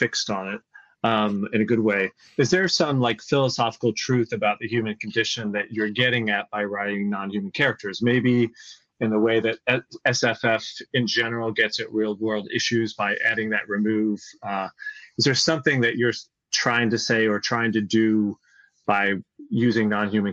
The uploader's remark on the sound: A panel from the TBRCon2024 all-virtual SF/F/H convention. TBRCon2024 Highlight: Writing Non-Human Characters.